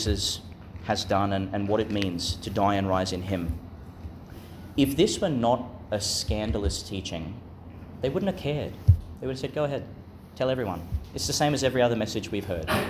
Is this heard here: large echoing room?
yes